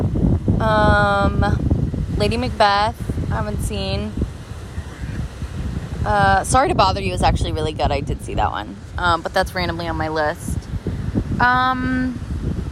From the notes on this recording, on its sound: Enjoy this casual style recording via voice memos as I’m on vacation